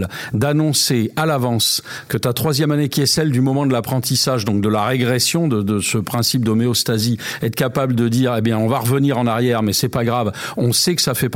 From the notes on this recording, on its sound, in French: Au Japon, par téléphone.